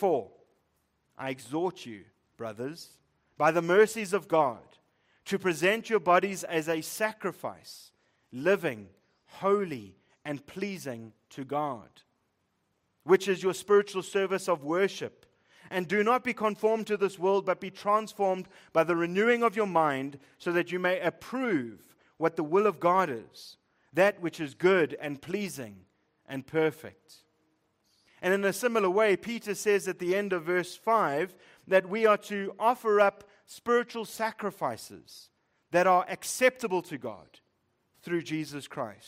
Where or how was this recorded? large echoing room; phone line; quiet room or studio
large echoing room